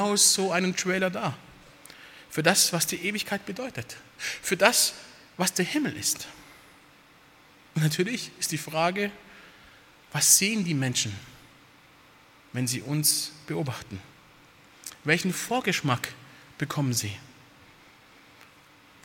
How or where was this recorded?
large echoing room